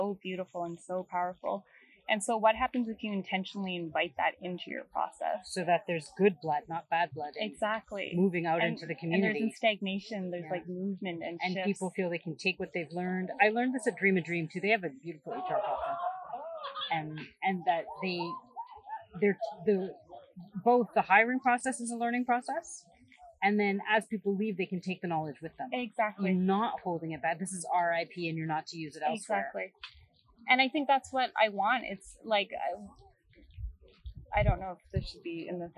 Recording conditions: background noise